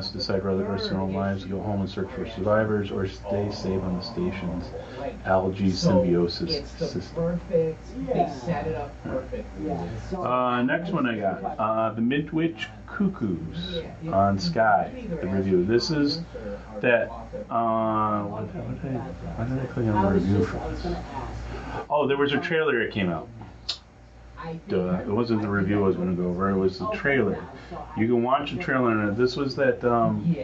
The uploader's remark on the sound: Had some background noise I had to reduce, so we sound a little flat.